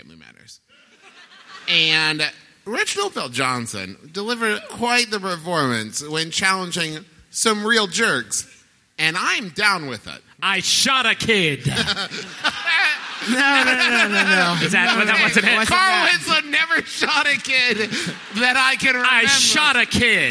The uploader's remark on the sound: Here's our live show from the Wilbur Theater in beautiful Boston, MA! One out of the three of us was also playing Pokemon Go basically the whole time we were on stage.